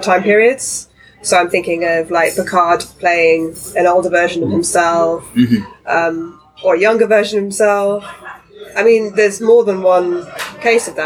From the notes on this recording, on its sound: recorded during the Destination Star Trek convention in Birmingham, UK